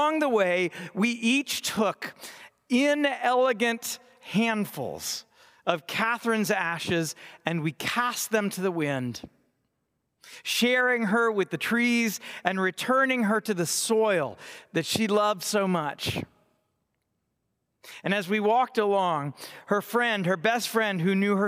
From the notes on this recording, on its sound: delivered on Ash Wednesday, 2024 from Trinity Cathedral, Cleveland.